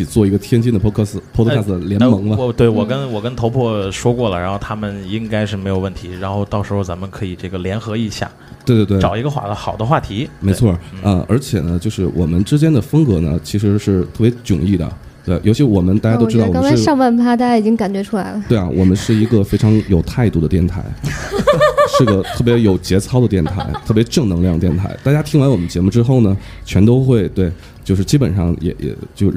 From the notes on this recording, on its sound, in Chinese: 时差FM接到知名中文播客“夜未眠电台”的邀请，在天津唐座酒吧第一次尝试现场直播的Live Show。